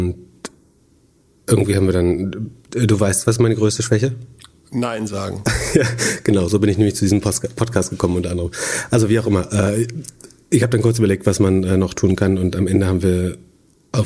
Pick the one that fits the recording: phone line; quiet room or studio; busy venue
quiet room or studio